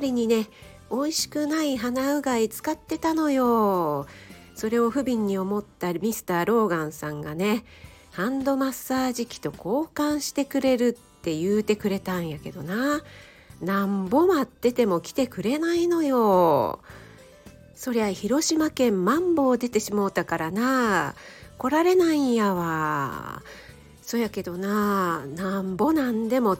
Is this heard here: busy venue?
no